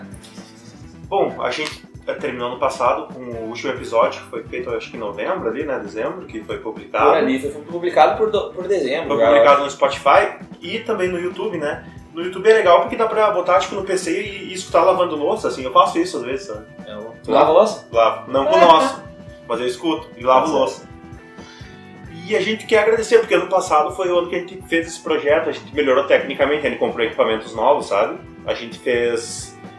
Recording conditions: phone or laptop microphone